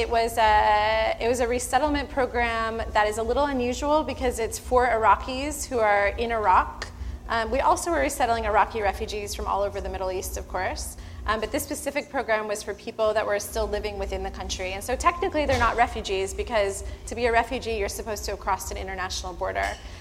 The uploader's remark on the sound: before a live studio audience